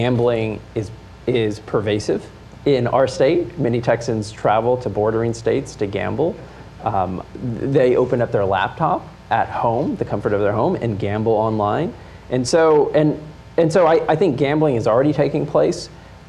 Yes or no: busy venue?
yes